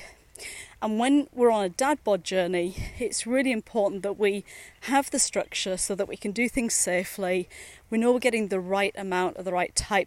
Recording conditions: outdoors